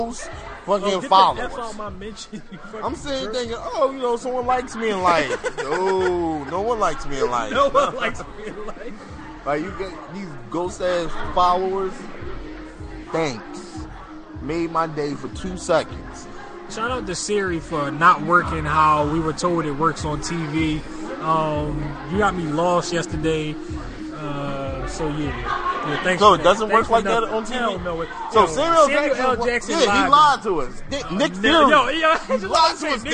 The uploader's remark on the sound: The best moments from our live broadcast from the monthly networking event Arts, Beats, &#38; Eats which was held on May 6th, 2012. The best moments from our live broadcast from the monthly networking event Arts, Beats, & Eats.